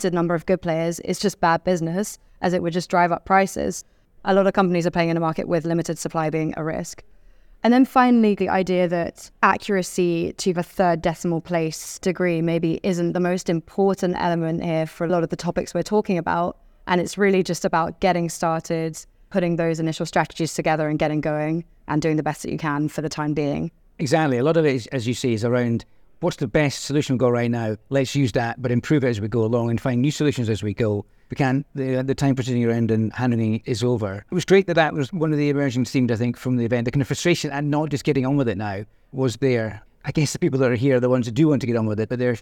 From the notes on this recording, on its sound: Live from the conference. At Innovation Forum's future of climate action conference in Washington DC.